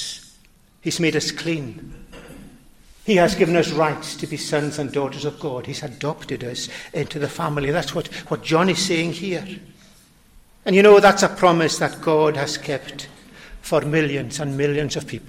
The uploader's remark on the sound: recorded at North Harris Free Church on the morning of Sunday, 10th December 2023